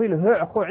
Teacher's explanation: ثم هنا حاول بعض البلاغيين أن يذكروا ضابطا لهذا التنافر، فقالوا التنافر يكون إما بسبب قرب مخارج الحروف أو بسبب بعد مخارج الحروف، فيذكرون مثلا أن سبب تنافر الحروف في الهعخع أن هذه الحروف وهي الهاء والعين والخاء متقاربة في المخرج لأنها كلها حروف حلقية